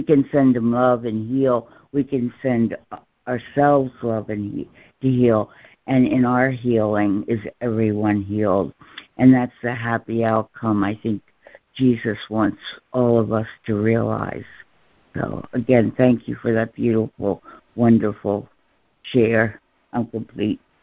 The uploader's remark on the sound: ACIM Daily Conference Call.